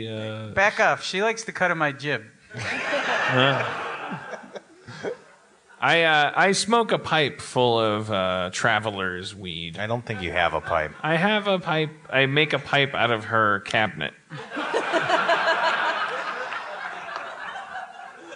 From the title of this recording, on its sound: LIVE in Toronto